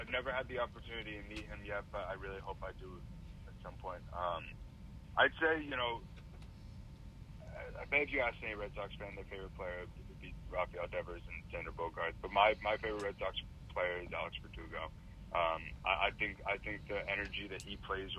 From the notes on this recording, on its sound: Following the phone interview.